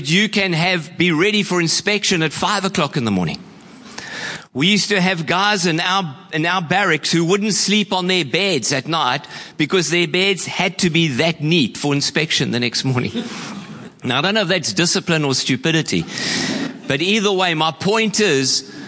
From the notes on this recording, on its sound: Preached at Horsham Downs on 11/02/24